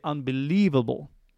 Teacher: But going back to the word unbelievable, the stress is on leave. That is the syllable that is the most prominent one. That's the one that sounds the loudest.